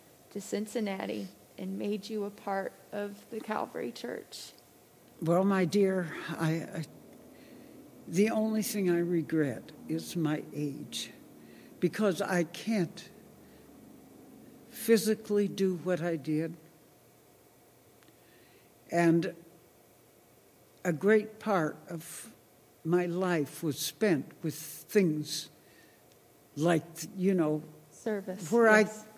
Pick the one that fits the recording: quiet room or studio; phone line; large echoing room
large echoing room